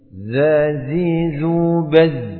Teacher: Untuk huruf yang nafasnya ya seperti huruf zai ini yang berdekatan dengan sin ini kita harus hati-hati dan bisa membedakan antara zai dan sin yang sifatnya berbeda. Untuk zai sifatnya dari sisi nafas Zai tertahan.